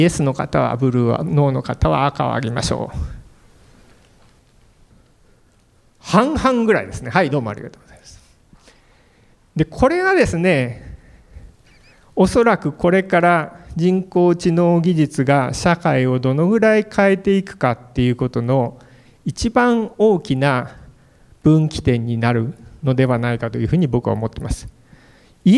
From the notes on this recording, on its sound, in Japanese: FM FESTIVAL 2017 未来授業 明日の日本人たちへ」特別公開授業